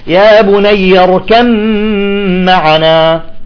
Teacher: إذا ندغم الباء بالميم إدغام كامل